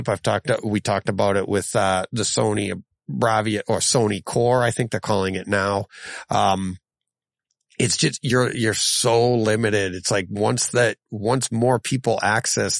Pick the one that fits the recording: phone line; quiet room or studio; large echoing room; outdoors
quiet room or studio